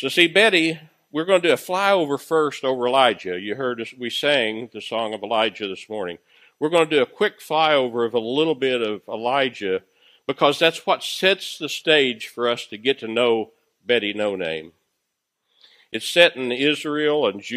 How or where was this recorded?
large echoing room